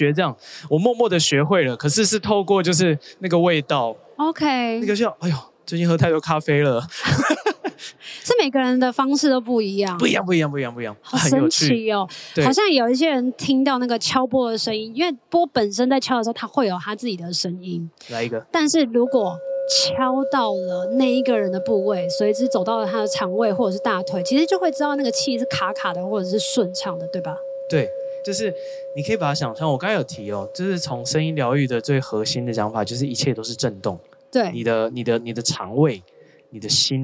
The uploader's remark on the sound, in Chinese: 帶大家到《好多好多唱談祭》戶外錄音